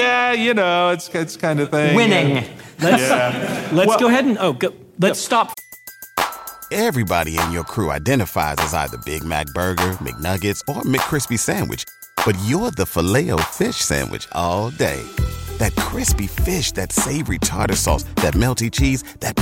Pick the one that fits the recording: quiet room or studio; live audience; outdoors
live audience